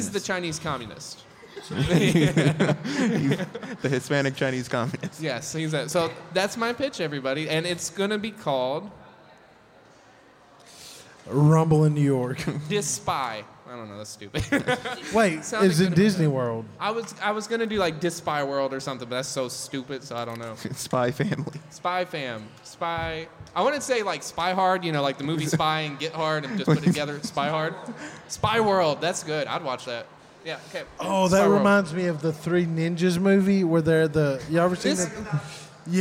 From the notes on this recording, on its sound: Join us for a thrilling live podcast recorded at the Mississippi Comic Con! Take audience suggestions to create exciting movie pitches on the spot.